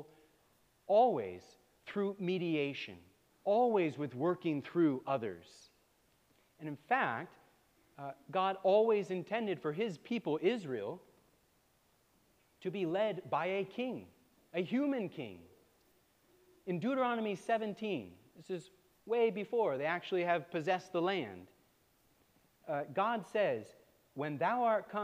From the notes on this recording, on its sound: preached at All Saints Anglican Church in Charlottesville, VA on October 15, 2023